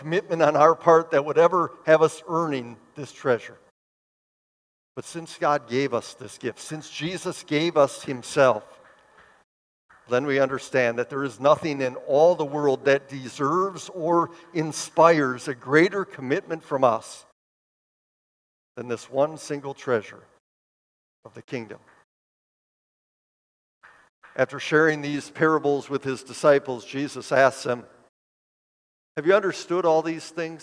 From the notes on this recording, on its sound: preached this sermon at Bethany's Sunday worship on July 30, 2023